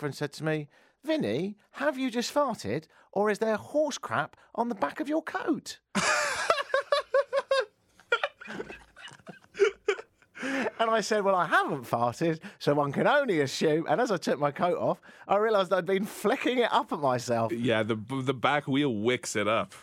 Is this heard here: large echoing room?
no